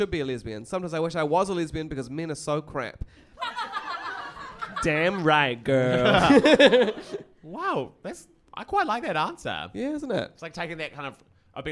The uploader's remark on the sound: Taped in front of a live studio audience.